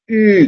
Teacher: U, con la proyección de los labios hacia adelante